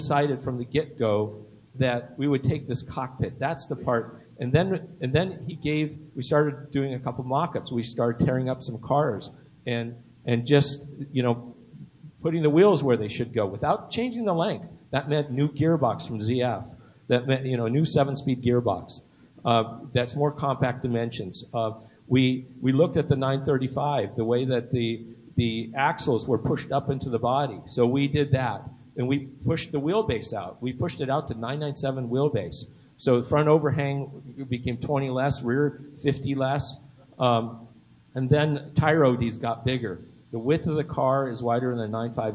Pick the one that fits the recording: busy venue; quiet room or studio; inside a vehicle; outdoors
busy venue